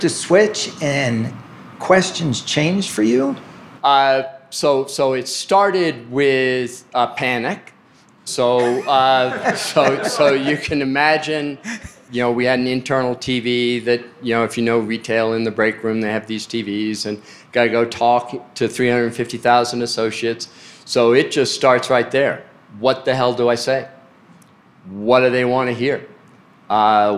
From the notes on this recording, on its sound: took place in front of attendees at the two12 conference in Vail, Colorado.